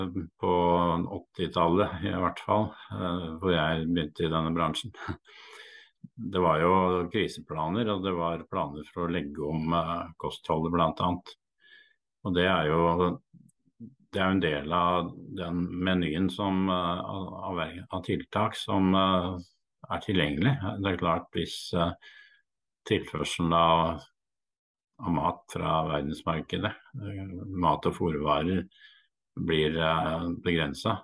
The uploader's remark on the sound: Live Zoom